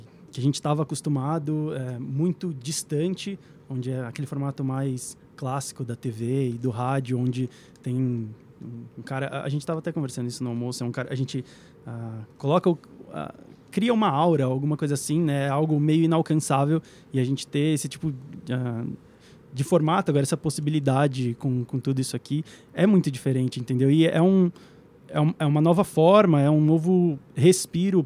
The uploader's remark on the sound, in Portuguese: Direto do Spotify Summit, gravamos esse episódio